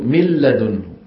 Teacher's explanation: كانوا يذهبون مباشرة من الميم إلى اللام، وأغلب القبائل لا تخرج غنة · Term: الإضرام بلا غنة